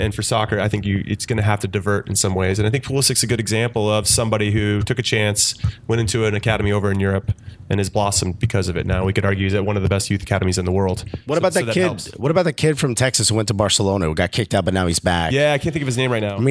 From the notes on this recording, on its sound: live at Upper 90 Brooklyn